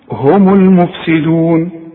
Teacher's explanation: المين مضمومة عند الوصل، اذا وقفت سكنها